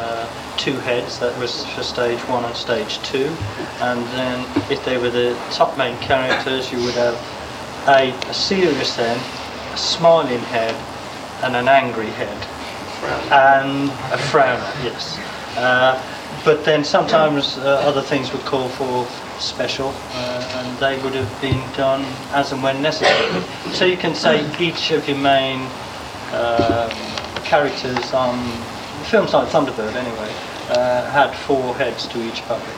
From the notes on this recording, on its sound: an archive recording from a 1981 Anderson convention